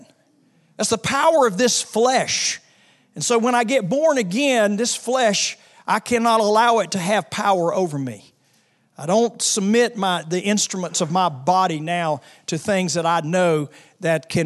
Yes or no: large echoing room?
yes